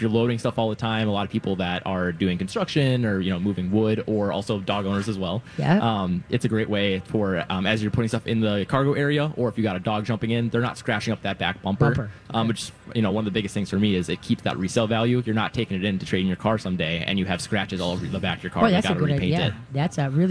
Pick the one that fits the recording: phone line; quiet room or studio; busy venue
busy venue